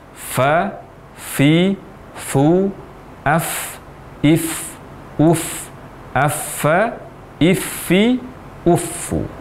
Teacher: saat mengucapkan huruf fa ini disertai dengan hames atau aliran nafas yang menyertai huruf fa.